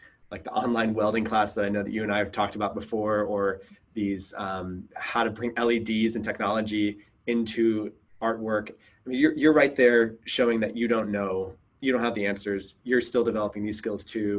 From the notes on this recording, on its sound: In this episode of Inside the Box, we Zoomed